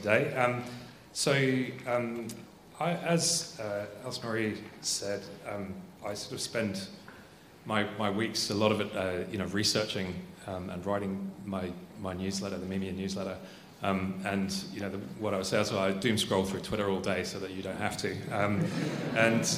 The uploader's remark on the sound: Here is the recording of the recent UC Business School MBA Thought Leadership panel event on 30th March. Here is the recording of the recent UC Business School MBA Thought Leadership panel event. We had a 90-minute(!) thought-provoking discussion.